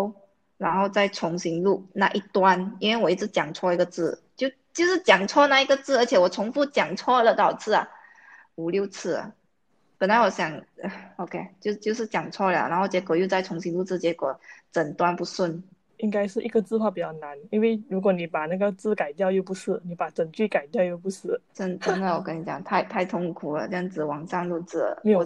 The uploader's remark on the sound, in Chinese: 我们的播客是需要靠网络来录制的时候，两边网线的延迟